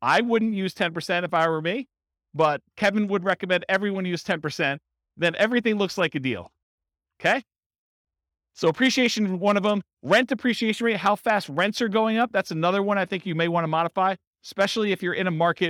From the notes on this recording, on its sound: This was a live class recorded in Fort Collins for buy and hold real estate investors.